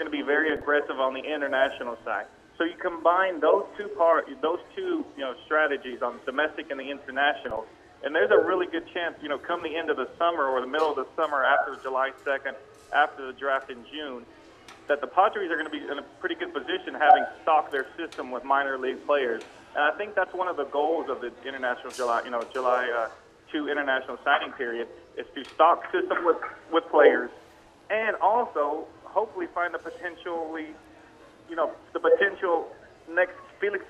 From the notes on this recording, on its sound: Phones in to #PadresSH.